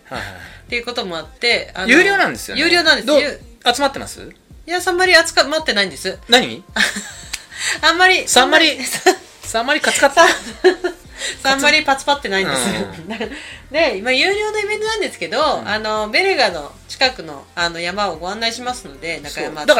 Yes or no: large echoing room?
no